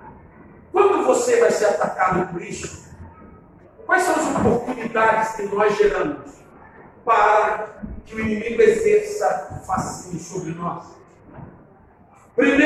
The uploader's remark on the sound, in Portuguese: Ao Vivo na Casa de Louvor